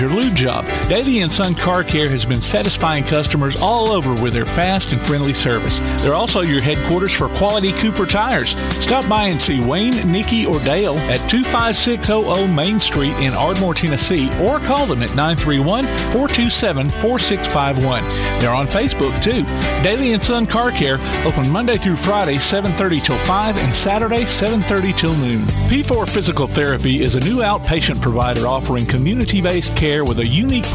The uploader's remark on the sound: Live at Lucy's BARge for Cornhole for a Cure